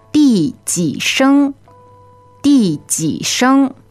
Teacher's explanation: fourth tone, falling, and then 几, that's the low tone, and then 声 is first tone